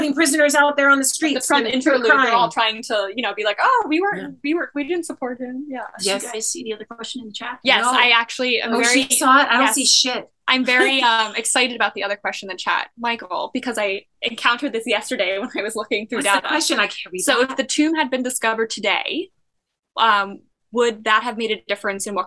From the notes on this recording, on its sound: Earlier in November we had our last live zoom event of the year with Patrons.